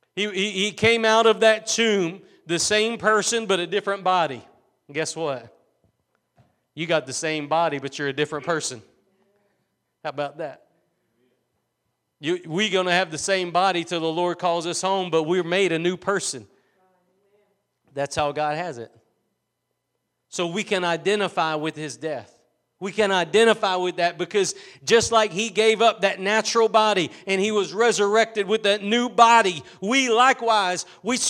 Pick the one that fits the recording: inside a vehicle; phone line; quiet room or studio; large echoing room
large echoing room